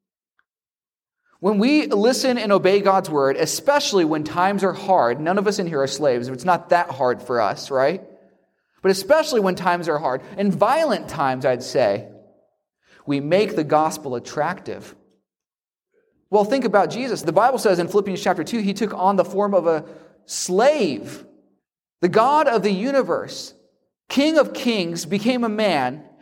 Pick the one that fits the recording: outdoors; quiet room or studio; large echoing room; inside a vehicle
large echoing room